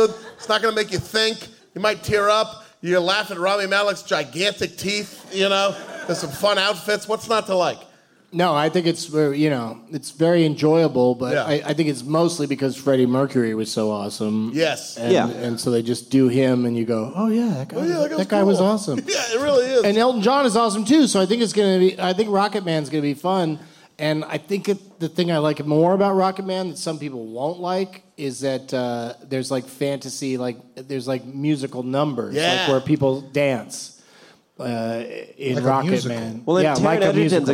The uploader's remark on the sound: Live from the Improv in Brea